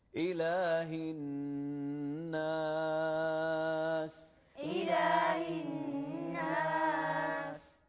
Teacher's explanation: وحد النون المشددة حركتين